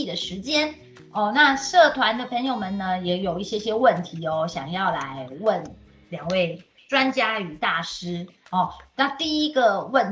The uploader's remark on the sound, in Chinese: 本集節目全程使用 Microsoft Teams 遠距錄音。